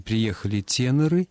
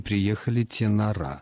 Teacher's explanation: А коль скоро нормативная рекомендация такова, можно с большой долей уверенности предполагать, что победит в конце концов вариант с ударением на окончании, при этом окончание изменяется с «ы» на «а» · Shown in: second take